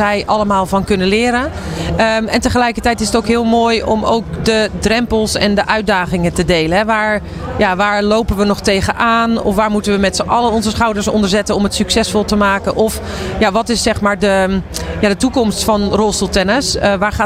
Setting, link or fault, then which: setting, busy venue